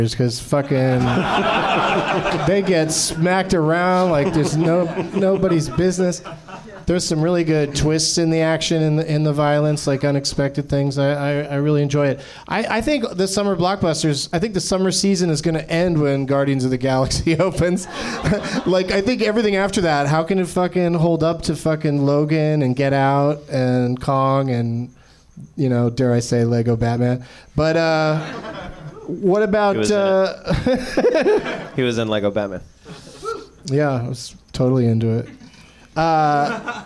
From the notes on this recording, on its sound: Live from the Nerdmelt Showroom in Hollywood